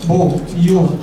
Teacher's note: بو يو واو مد طبيعي حركتين